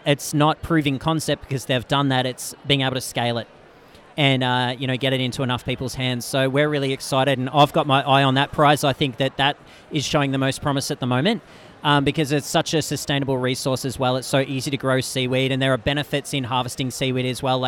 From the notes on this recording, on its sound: LIVE from the CHFA trade show floor. LIVE from the CHFA podcast booth. I would like to thank the whole CHFA team for the opportunity to participate and for providing such an awesome space to chat.